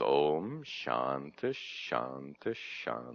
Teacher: And but then Om Shantish, Shantish, the two SHs coalesce. So the final pronunciation then simply is Om Shantish, Shantish, Shantihi. · Term: Visarga